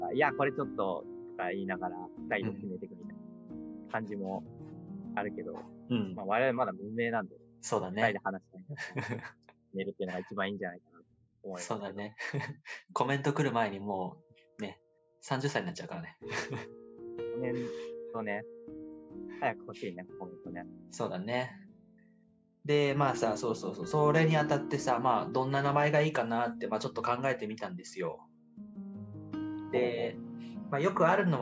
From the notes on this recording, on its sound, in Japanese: 手作り感満載で音質悪かったり声小さかったりしてますが